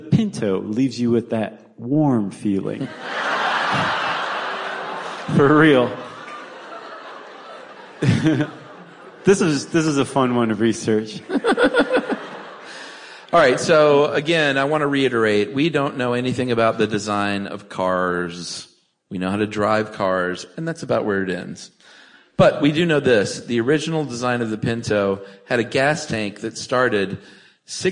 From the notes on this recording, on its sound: SYSK Live. Special live benefit episode recorded in Atlanta.